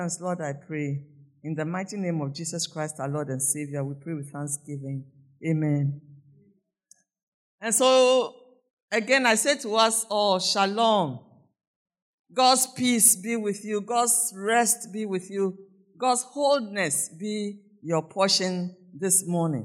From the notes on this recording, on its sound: Sermon preached at CBC Shiashie Campus.